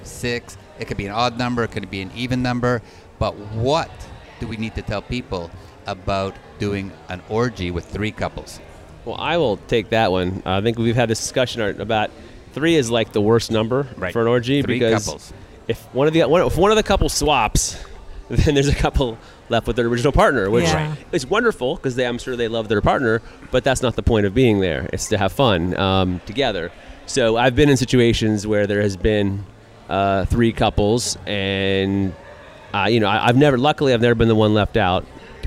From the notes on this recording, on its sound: Join us on location at Hedonism II Resort in Jamaica with Topless Travel.